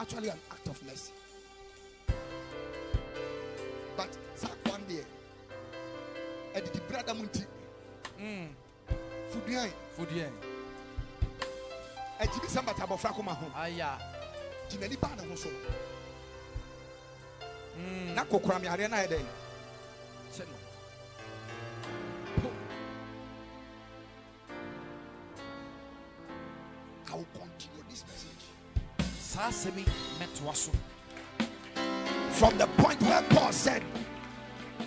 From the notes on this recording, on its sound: Preached at the Sunday Service